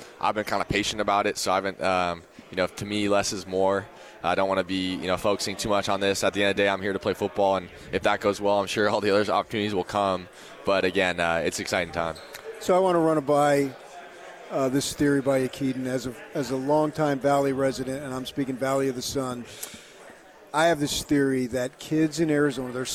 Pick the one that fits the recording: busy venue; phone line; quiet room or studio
busy venue